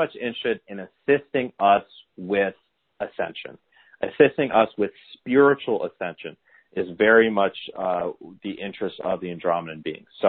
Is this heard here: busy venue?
no